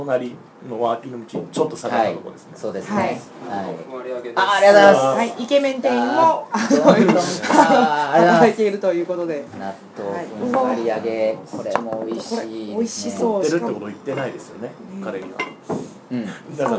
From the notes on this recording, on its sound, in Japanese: 忘年会がてら、京都・一乗寺の居酒屋「わや」にて収録。